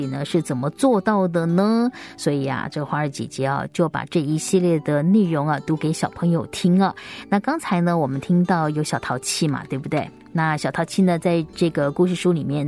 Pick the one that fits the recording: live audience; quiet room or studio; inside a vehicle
quiet room or studio